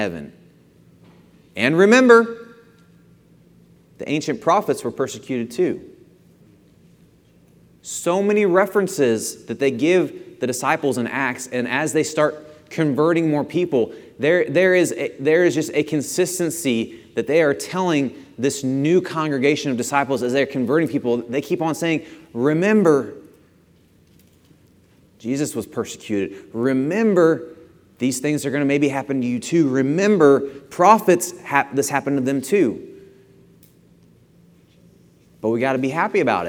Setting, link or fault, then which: setting, large echoing room